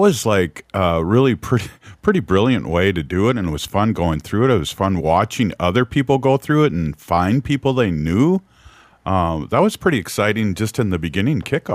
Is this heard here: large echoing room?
no